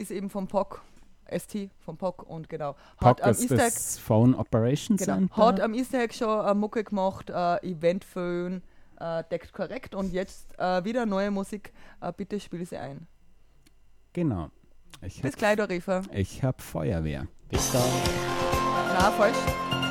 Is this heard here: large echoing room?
no